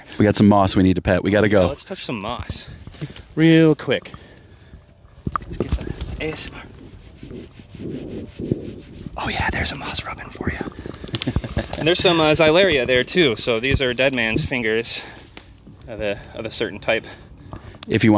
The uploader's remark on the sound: Take a June walk. If you're into mushy mushroom asmr.